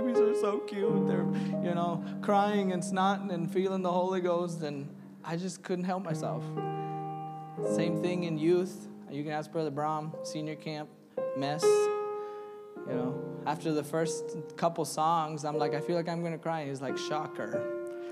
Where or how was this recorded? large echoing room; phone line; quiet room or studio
large echoing room